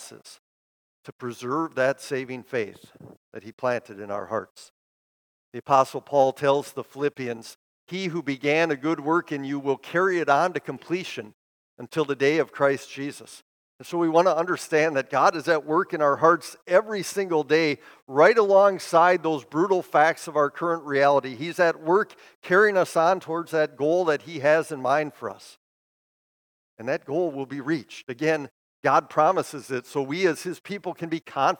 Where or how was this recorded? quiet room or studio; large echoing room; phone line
large echoing room